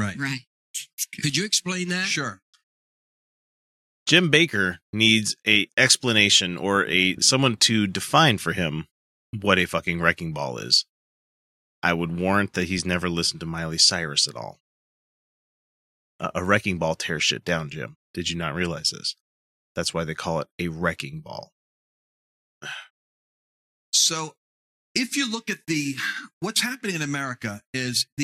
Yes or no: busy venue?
no